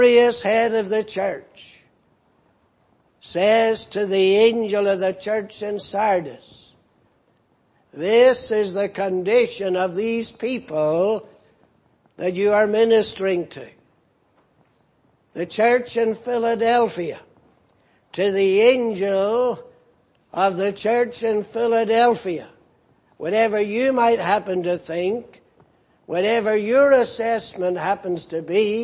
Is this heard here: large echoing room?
yes